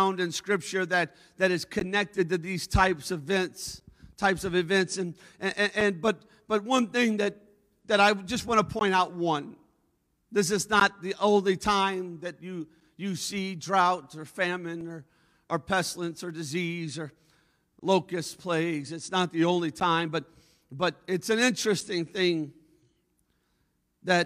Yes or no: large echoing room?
yes